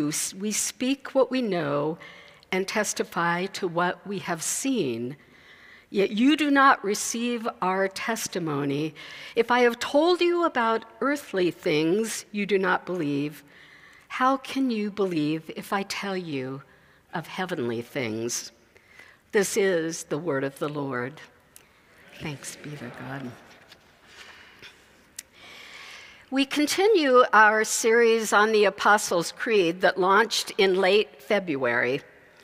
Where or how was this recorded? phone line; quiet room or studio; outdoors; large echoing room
large echoing room